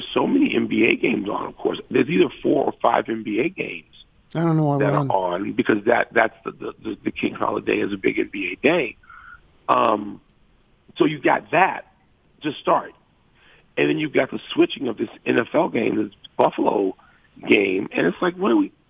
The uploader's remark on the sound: Phones.